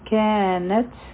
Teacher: په تا باندې سکون دی دلته کې به مونږ همس کوو یعنی د تا مخرج چې دی هغه به ختم شي لیکن هوا به جاری وي